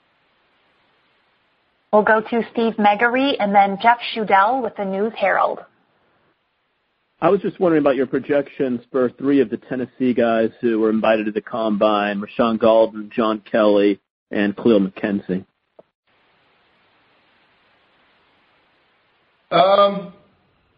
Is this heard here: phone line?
yes